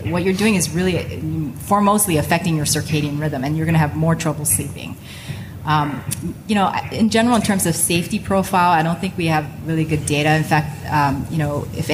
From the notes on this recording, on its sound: LIVE from CHEST 2019. During this live recording at CHEST.